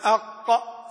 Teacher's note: القاف أقصى اللسان